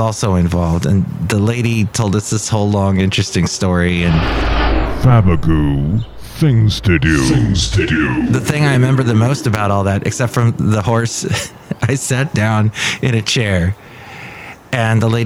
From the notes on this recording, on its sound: podcasts live from Café Anyway